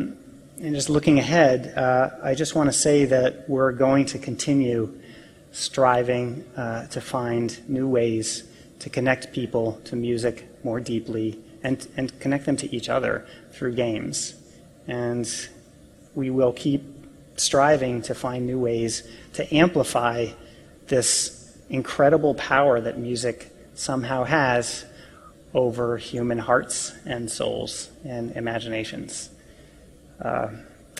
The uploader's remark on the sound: PAX East Keynote